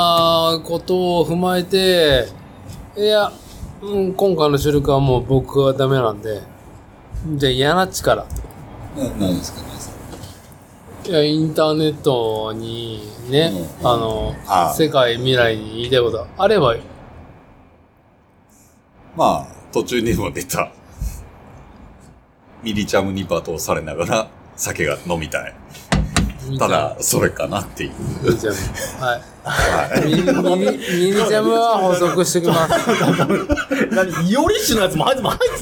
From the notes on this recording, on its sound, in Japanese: 屋外収録。名古屋駅に飲みにいこう！いつもの指向性マイクではなくXYマイクでの収録となっています。広いレンジによる街の臨場感をお楽しみください。